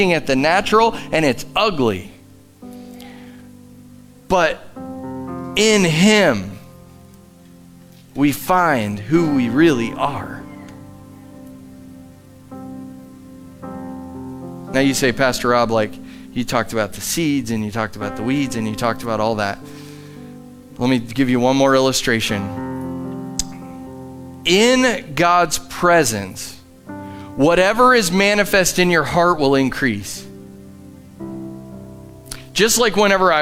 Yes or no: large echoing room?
yes